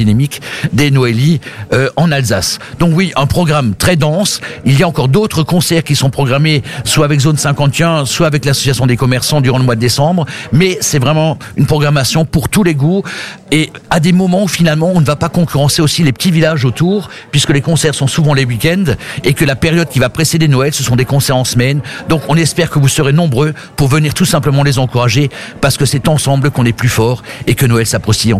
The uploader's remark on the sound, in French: en direct depuis le caveau saint-Barbe à Sélestat